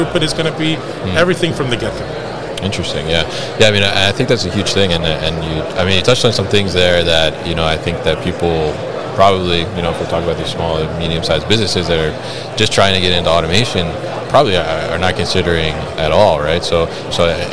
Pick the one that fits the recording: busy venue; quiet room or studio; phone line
busy venue